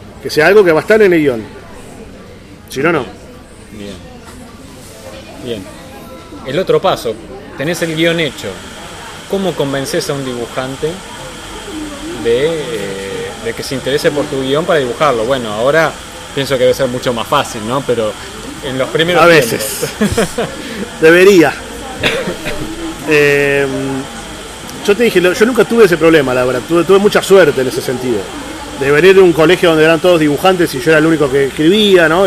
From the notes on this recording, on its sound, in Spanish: En la Gcomics Meetup #15